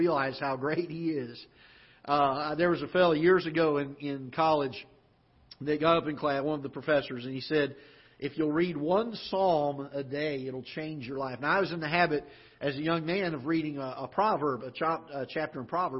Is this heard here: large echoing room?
yes